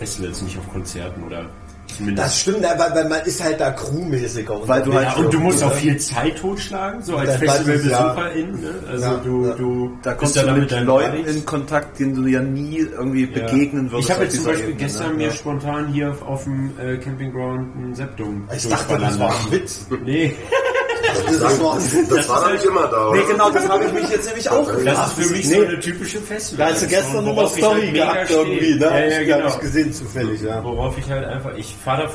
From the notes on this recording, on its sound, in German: Sie haben sich live auf einer Veranstaltung - dieses Mal dem Full Force Festival, getroffen